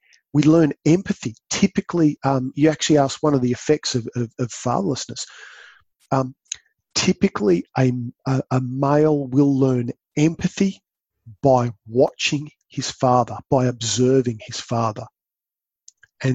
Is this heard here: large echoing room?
no